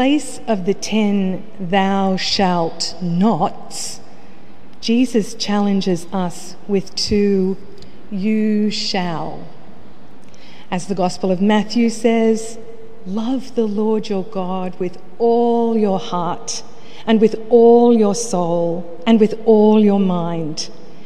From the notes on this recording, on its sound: The homily from Sacred Heart Cathedral, Hamilton.